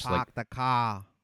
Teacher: most speakers of the Philadelphia English have always used a rhotic accent, meaning they never drop the R, like ca instead of car.